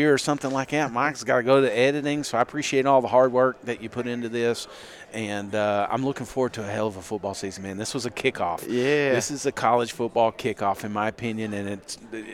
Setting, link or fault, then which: setting, busy venue